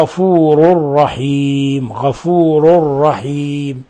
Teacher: إضغام بغير غنة، تنوين ضم جاء بعده الراء، والراء من أحد حرفي الإضغام بغير غنة.